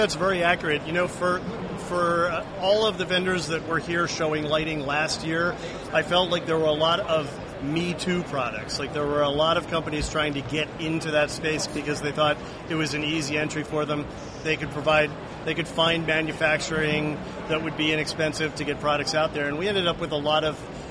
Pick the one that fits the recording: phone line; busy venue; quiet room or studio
busy venue